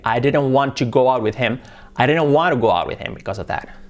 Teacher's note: las T es como una R que decimos